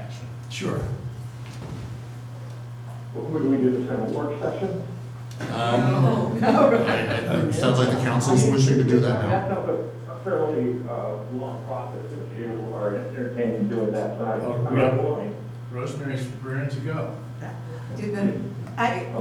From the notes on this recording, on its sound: Live recording of Astoria City Council Meeting. This council meeting was held on a Tuesday night instead of the usual Monday, because of the Labor Day holiday.